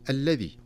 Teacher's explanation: ولا نقف عند اللام المشددة فيها زمنا طويلا، وإنما نحقق الشدة تحقيقا طبيعيا واضحا